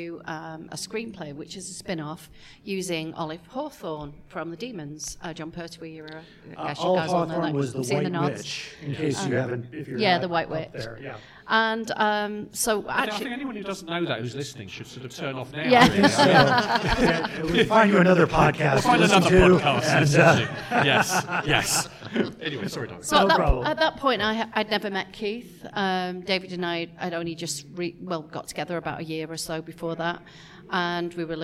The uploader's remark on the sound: Here is the live recording from Chicago Tardis!